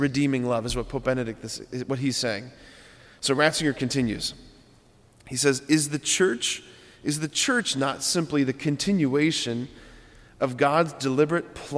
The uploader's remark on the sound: preached this homily on June 14, 2023 at Sacred Heart of Jesus Catholic Church in Wadsworth, OH